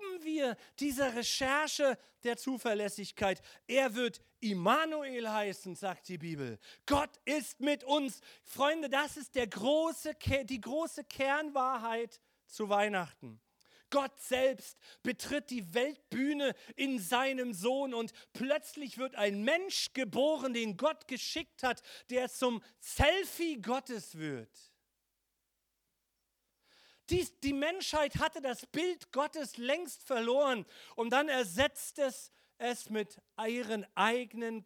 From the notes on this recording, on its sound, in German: Heiligabend 2022 - Gottesdienst Predigt.